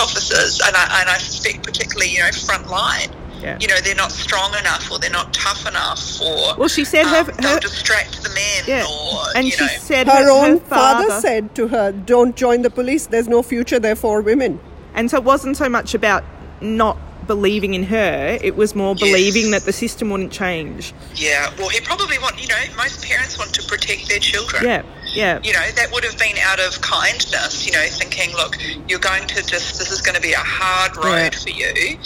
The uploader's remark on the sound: Episode 36 live from Giant Steps 19. Live in Melbourne at Safer Care Victoria Giant Steps.